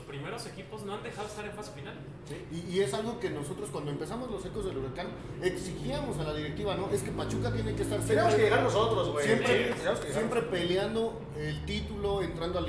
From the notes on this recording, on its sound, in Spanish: En vivo desde Jocker Snacks and Drinks